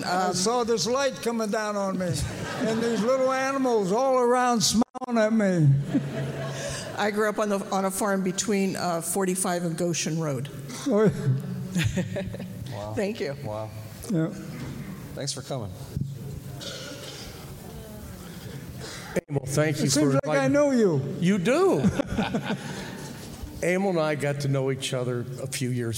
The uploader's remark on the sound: live recording of 2/9/24